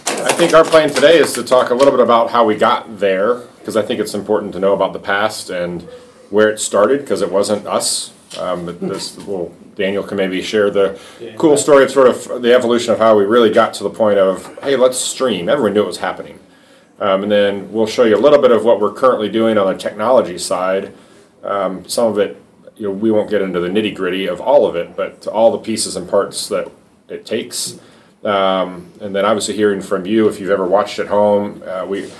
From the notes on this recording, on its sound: Apologies for the sound quality. The microphone was not positioned well, so there are parts of the conversation that are more difficult to hear.